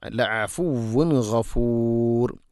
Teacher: തൻവീനു ശേഷം ഗൈനാണ് ഇസ്ഹാർ ചെയ്ത് അഥവാ വെളിവാക്കി ഉച്ചരിക്കണം. തൻവീനിനെ കൃത്യമായിട്ട് വെളിവാക്കി അതുപോലെ ഗൈനും ശ്രദ്ധിച്ചുകൊണ്ട് ഉച്ചരിക്കണം.